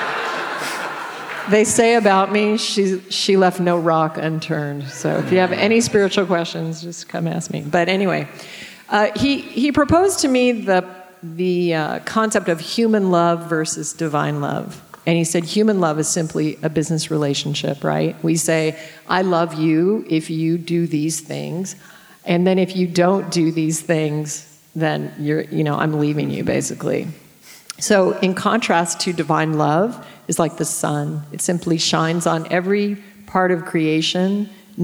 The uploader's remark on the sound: Q&A session from our recent Plantpower Way event at Paddington Town Hall in Sydney, Australia.